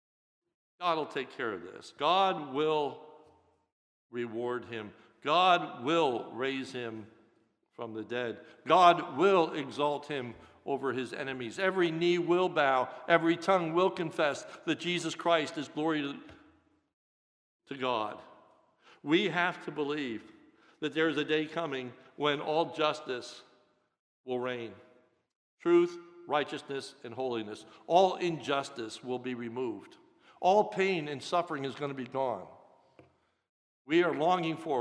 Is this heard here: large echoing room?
yes